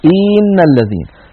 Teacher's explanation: الخطأ الذي يمكن أن يفعله الإنسان أن يمط كسرة الهمزة فيقول إن الذين · Term: التمطيط